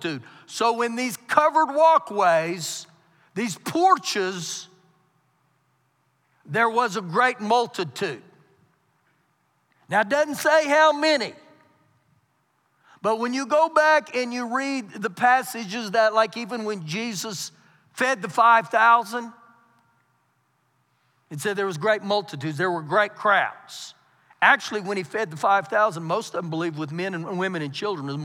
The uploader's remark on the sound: Recorded live during our Wednesday night service